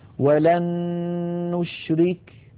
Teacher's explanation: لاحظوا بأن النون الأولى قد صارت مع النون الثانية نونا واحدة مشددة · Term: الإدغام بغنة